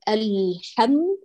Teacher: اللام كما الميم، يأخذان ذات الزمن تماما، لا تطيلي في الميم أكثر من اللام